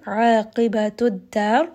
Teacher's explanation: Ra in this case is going to be heavy because the letter before has fatha.